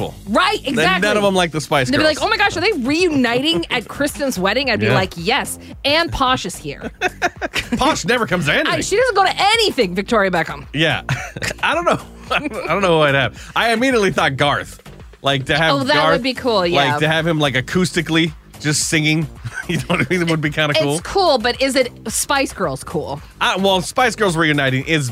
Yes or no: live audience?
no